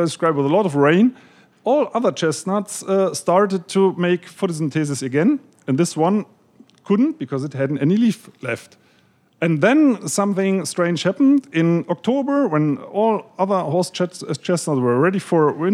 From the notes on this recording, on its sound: In front of an audience at Powell’s Books.